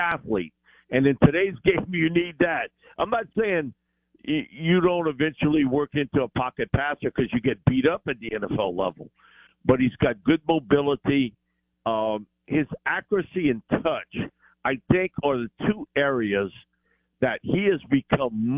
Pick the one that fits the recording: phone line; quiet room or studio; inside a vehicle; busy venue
phone line